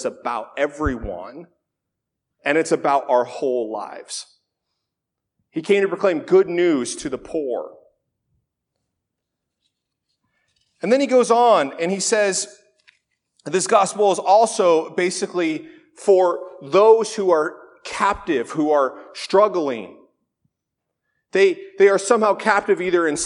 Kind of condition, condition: setting, large echoing room